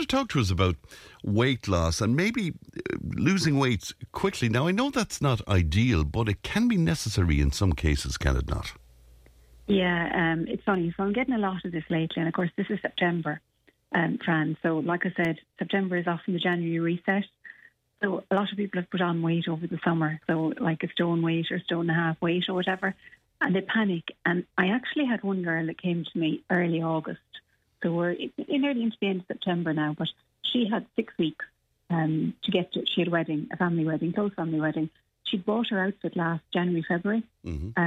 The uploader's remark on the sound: on the phone this morning